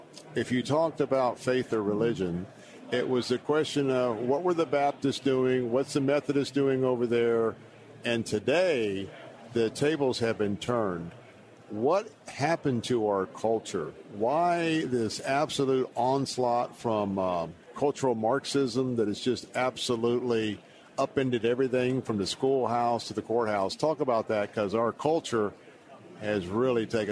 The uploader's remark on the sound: While at the National Religious Broadcasters event in Orlando, Florida.